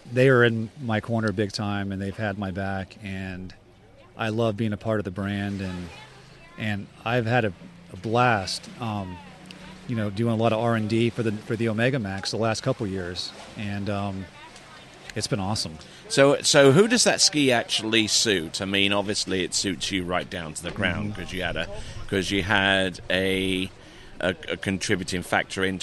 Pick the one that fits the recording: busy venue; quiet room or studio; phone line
busy venue